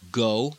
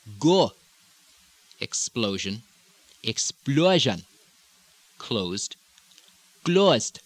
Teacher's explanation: The second of the diphthongs is the long O, O in American English, or the O, O in British. In the islands, you got sort of O, O, O, O, O with the upward inflection. · Shown in: second take